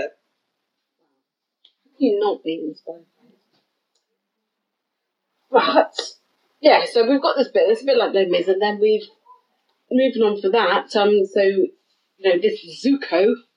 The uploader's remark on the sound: Sorry for any lack of audio quality. Sorry for the lack of general quality, but we got quite drunk on this one.